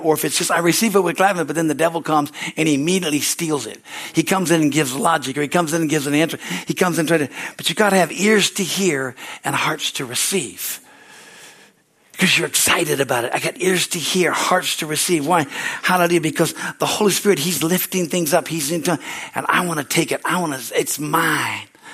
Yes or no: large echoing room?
yes